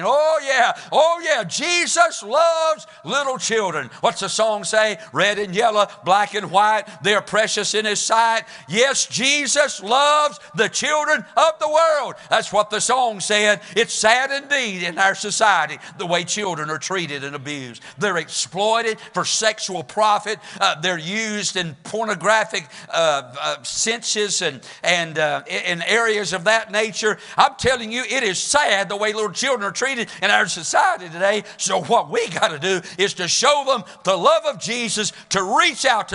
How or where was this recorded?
large echoing room